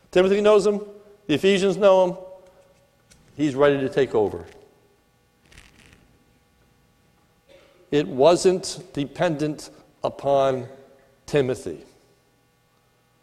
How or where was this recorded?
large echoing room